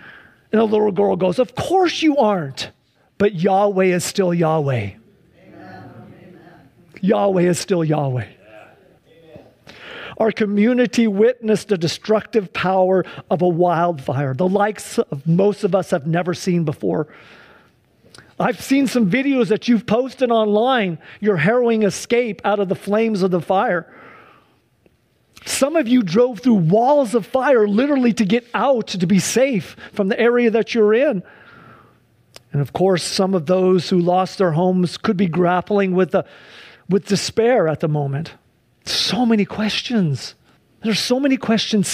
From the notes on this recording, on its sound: Sunday church service livestream